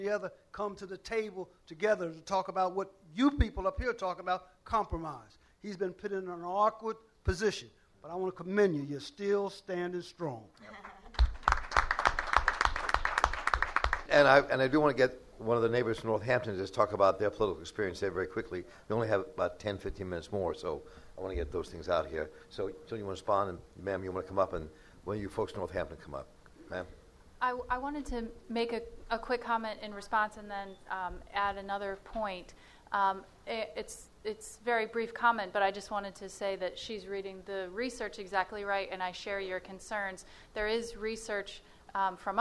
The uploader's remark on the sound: Sound Bites: Town Hall. You will hear the broadcast of Part 2 of a town hall I moderated a few weeks ago in Salisbury.